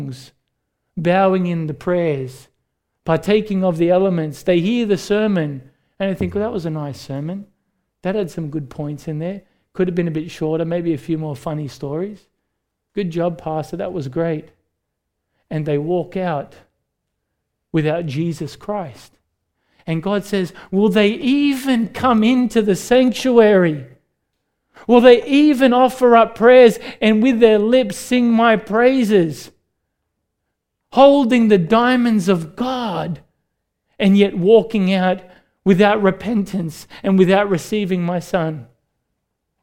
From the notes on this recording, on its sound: recorded live at Grace Community Bible Church